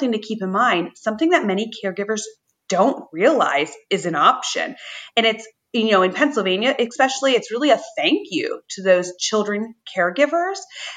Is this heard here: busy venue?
no